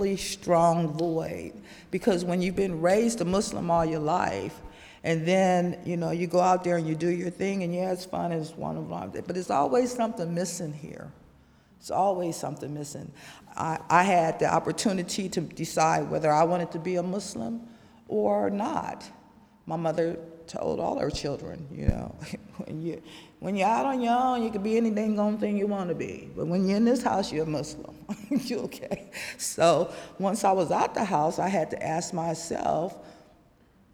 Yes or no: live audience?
yes